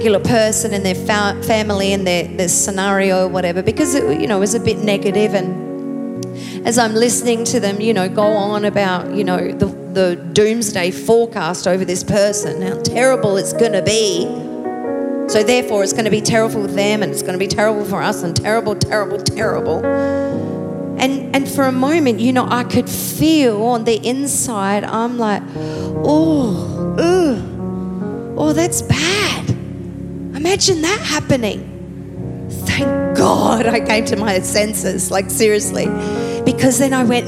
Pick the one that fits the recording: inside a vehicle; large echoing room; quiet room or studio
large echoing room